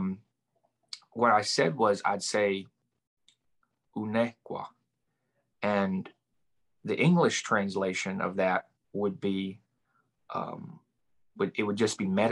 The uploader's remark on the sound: From Raleigh, NC & Lumberton, NC on Zoom.